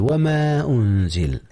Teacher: حرف المد هنا الألف، جاء قبل الهمزة وهما في كلمتين · Term: مد منفصل